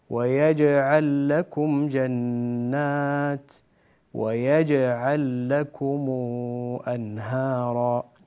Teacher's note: قلقل الجيم في كلمة ويجعل في الموضعين، ويجعل لكم جنات ويجعل لكم أنهارا.